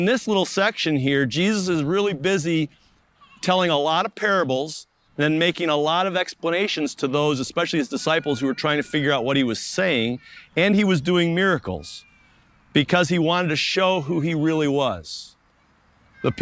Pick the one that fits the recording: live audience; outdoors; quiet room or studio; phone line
outdoors